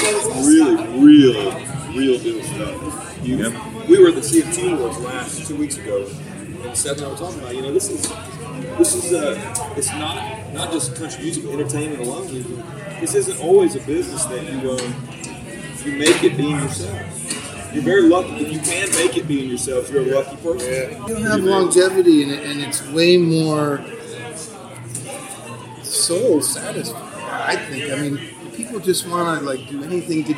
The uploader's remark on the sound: backstage at Firefly Music Festival